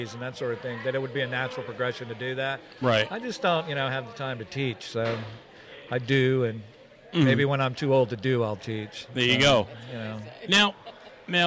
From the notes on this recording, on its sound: Live From The NJ Paraunity Expo.